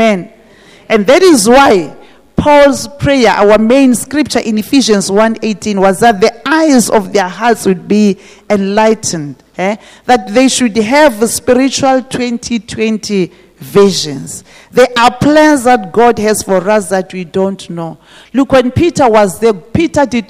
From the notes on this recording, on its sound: This message was preached at GTCFC City Campus.